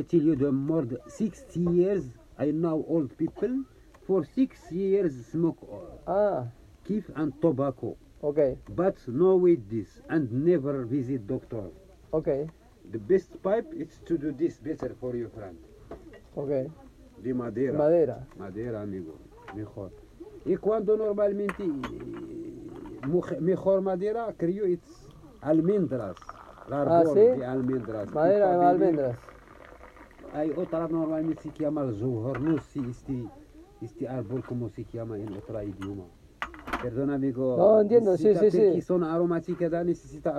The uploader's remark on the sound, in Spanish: Field recordings Morocco. Grabado a los pies de las montañas del Rif, en Morocco.